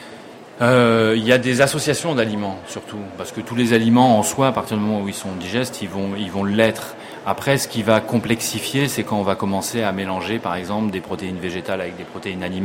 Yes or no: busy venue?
yes